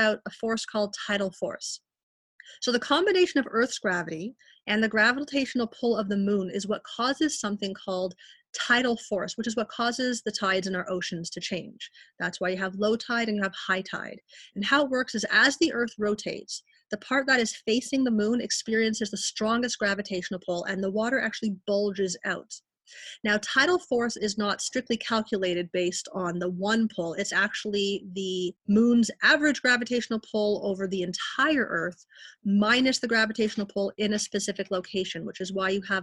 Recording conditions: video call